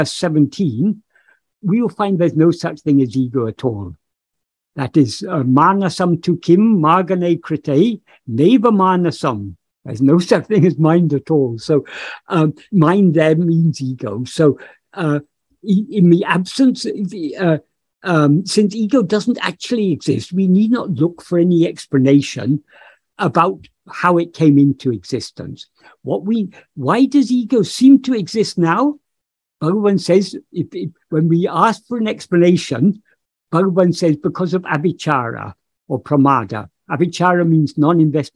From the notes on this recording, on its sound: In a Zoom meeting with Ramana Kendra, Delhi, on 14th August 2022